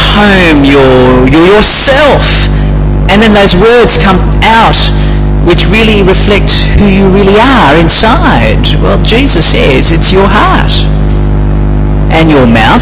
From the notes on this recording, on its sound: Apologies for the sound quality and the buzz in the background